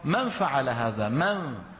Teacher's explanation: فيذهب من الميم إلى الفاء مباشرة، ولا يبقى من النون إلا غنتها